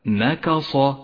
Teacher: نكص، ولاحظ أن النون والكاف حرفان مرققان بينما حرف الصاد حرف مفخم